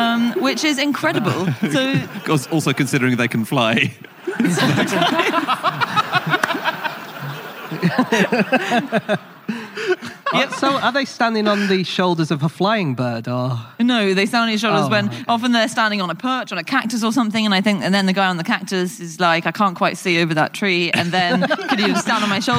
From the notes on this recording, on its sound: Live from the Brighton Comedy Festival